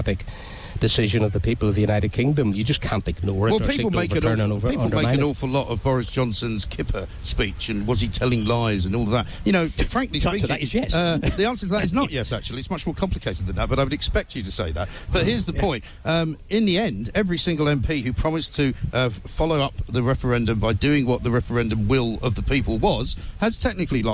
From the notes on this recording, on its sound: Live from the Tent of Shame on College Green